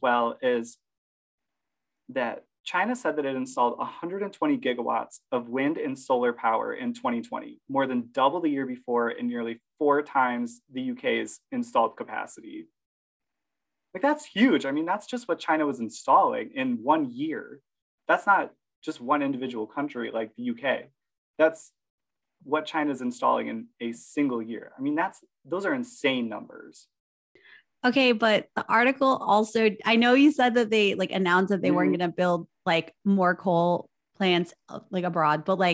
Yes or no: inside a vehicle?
no